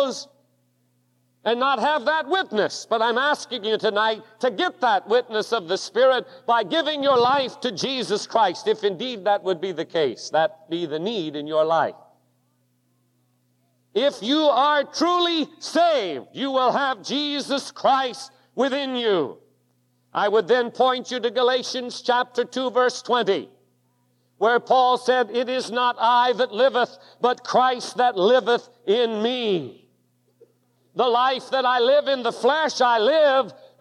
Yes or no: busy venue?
no